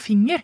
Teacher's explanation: og den lille e-lyden, det er faktisk en svarabakti-vokal